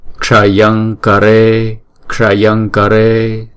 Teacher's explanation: Nhưng mà bởi vì theo sau là chữ ca, chữ cờ, chữ này đọc là cờ, thấy không? Thì chúng ta phải chuyển cái anusuara này thành chữ ngờ, đúng không? Để chúng ta đọc trong cái phần guttural